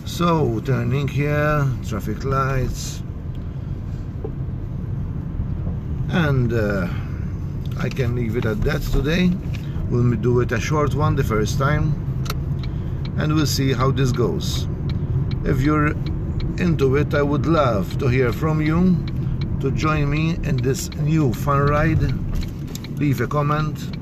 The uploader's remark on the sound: My 1st podcast! ...from my car. Podcasting for the first time from my car.